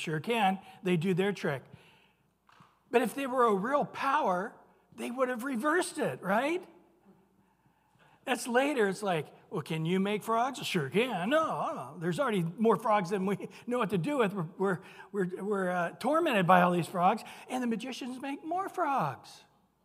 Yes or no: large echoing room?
yes